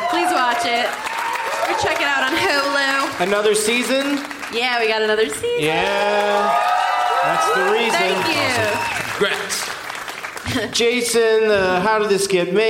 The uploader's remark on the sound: Live from the Gramercy Theatre in NYC